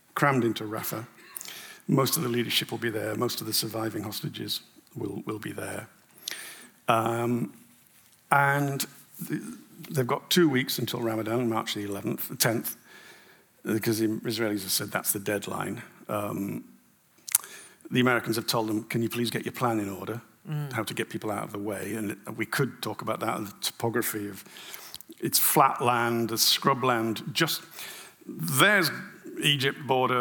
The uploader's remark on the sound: An Intelligence Squared live event. At London’s Conway Hall. It was a packed house.